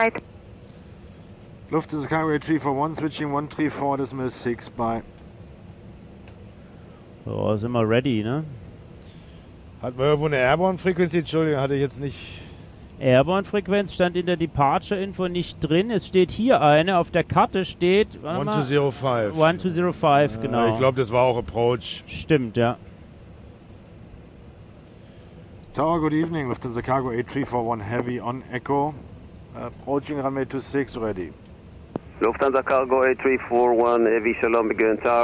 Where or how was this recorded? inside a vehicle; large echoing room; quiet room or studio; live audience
inside a vehicle